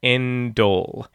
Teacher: we're linking with that D to the A, right? End-all. It goes to the front of that syllable, right?